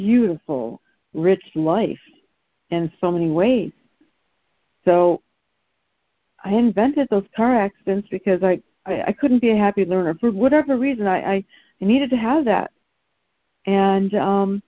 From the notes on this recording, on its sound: ACIM Daily Conference Call